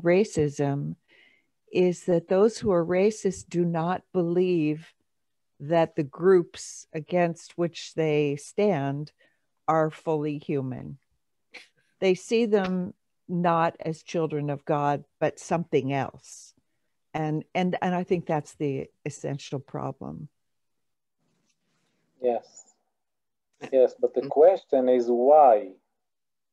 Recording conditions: video call